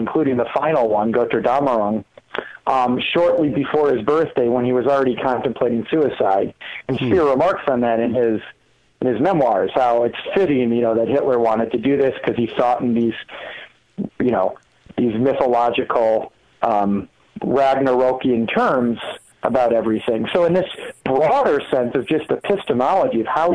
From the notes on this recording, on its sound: Phone calls.